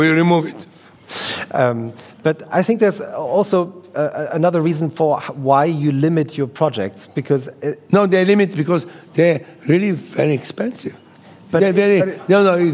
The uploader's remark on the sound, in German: Im Rahmen des ZEITmagazin-Gespräches in München aufgezeichnet.